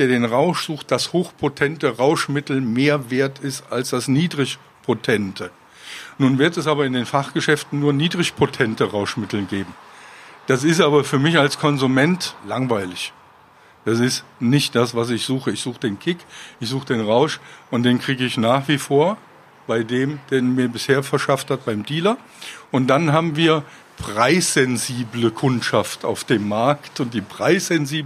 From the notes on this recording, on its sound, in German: In der Kleingartenkneipe El Horst.